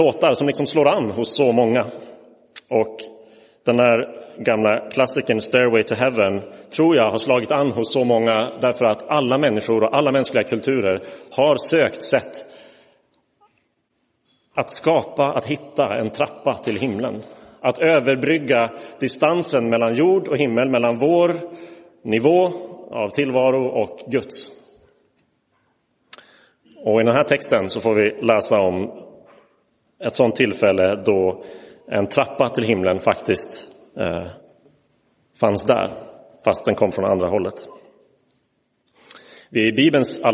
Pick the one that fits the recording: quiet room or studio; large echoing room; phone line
large echoing room